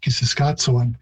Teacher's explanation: Plains Cree tends to use a ts sound more than a ch, but ch can be used in some dialects, and so I'm not surprised that that's how most people pronounce it.